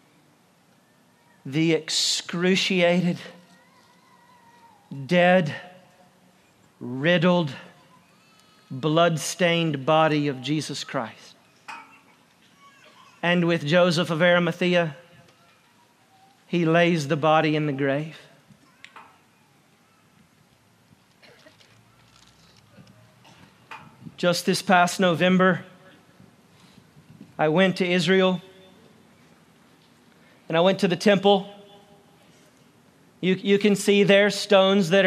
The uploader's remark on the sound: preaches for Easter on the Covington Square